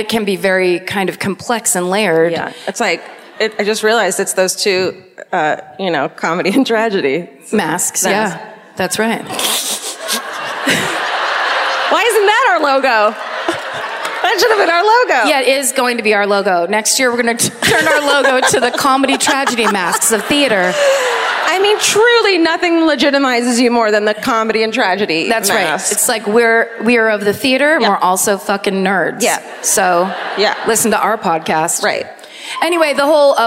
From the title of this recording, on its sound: Live at the Queen Elizabeth Theatre in Vancouver